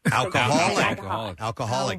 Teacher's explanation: Very subtly, you just kind of brush over the L's. · Term: L vocalization